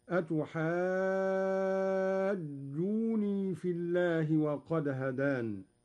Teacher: قرأ قالون بتخفيف النون ويصير مد الجيم مدا طبيعيا لا لازما هكذا: أتحاجوني في الله وقد هدان، بحذف نون الوقاية إحدى اللغات، والحذف لم يكن أولا هكذا قال الشاطبي.